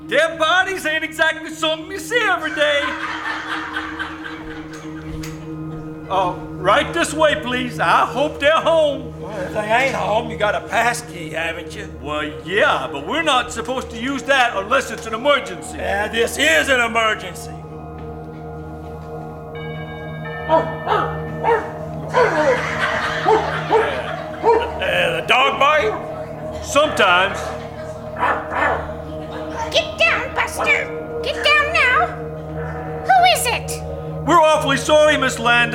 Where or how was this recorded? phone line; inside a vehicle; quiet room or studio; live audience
live audience